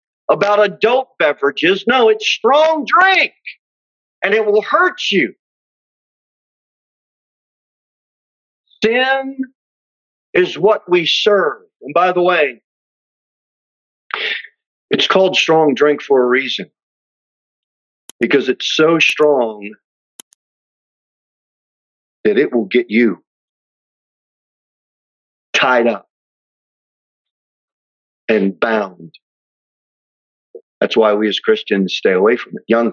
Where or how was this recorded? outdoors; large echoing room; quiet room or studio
large echoing room